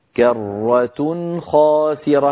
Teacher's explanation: تنوين بعده خاء، أيضا لم نزد في زمني التنوين. إذن نلاحظ أننا في عند نطق نون ساكنة أو تنوين بعده حرف من حروف الحلق الستة لا نزيد في زمن الغنة ولا نغير في مخارج الحروف.